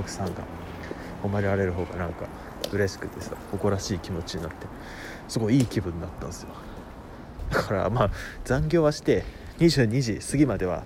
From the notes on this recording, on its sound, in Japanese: 歩きながら外で録っているので、雑音とか入っちゃってごめんなさいね。